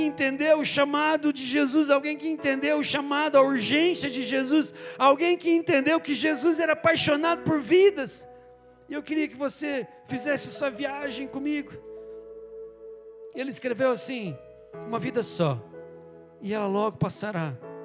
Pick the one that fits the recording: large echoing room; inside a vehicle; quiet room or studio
large echoing room